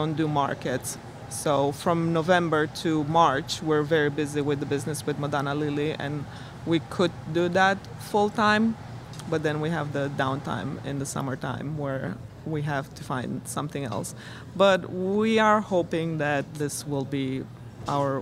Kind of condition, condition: setting, busy venue